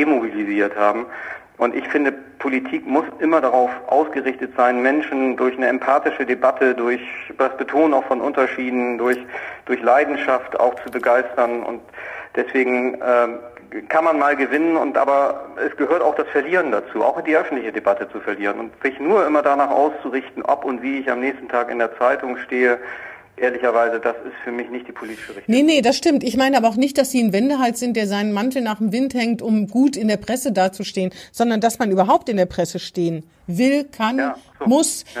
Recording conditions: phone line